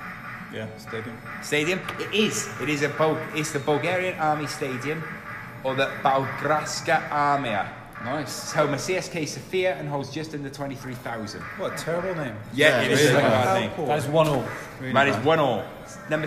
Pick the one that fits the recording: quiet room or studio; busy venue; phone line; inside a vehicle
busy venue